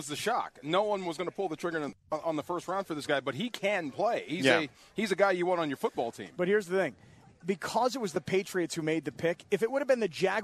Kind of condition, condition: setting, busy venue